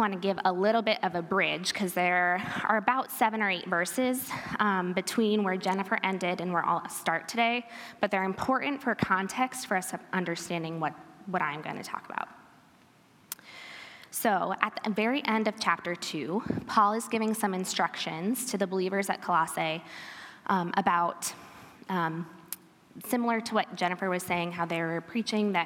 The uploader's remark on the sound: This episode is a recording from our Women's Retreat in February 2023.